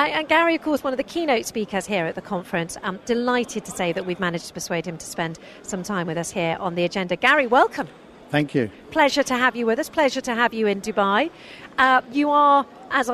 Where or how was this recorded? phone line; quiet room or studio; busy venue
busy venue